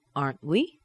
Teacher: That T is held inside of the mouth.